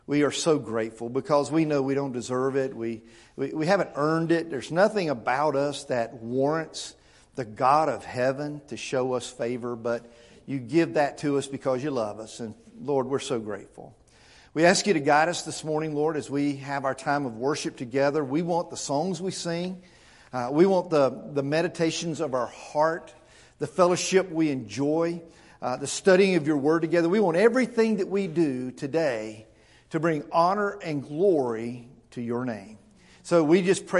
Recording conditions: large echoing room